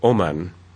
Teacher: there are some accents where W is dropped.